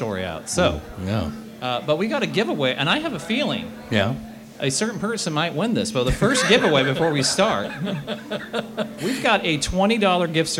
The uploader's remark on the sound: We recorded it live in front of an audience at Buffalo State Pizza!